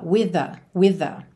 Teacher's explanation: TH no final de with, TH no começo de the, juntamos num TH só